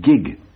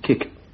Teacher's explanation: But if we change that K into gay and make the kick a gross material fact by voicing the consonants, we get the word gig from kick